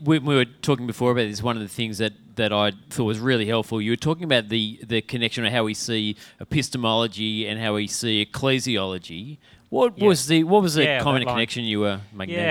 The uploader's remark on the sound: Live from Multiply18